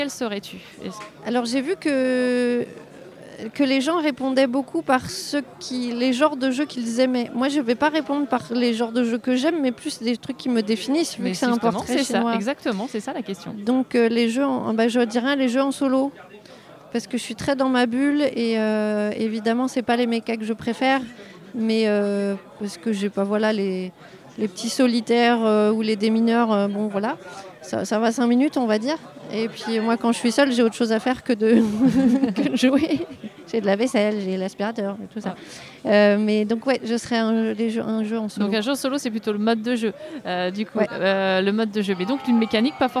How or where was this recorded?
busy venue